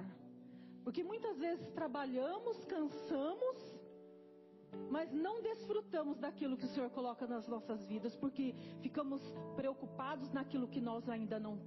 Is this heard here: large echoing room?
yes